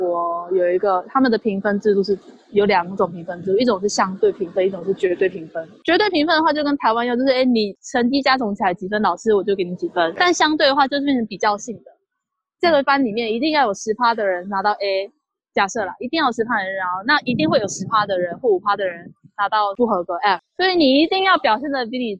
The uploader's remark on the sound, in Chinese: 又一次的遠端錄音分享。因為錄音一端在首爾街頭，一端在聽得見車聲、人聲、旺旺喵喵聲的屋內，所以會有雜音，但我盡量抑制了XD。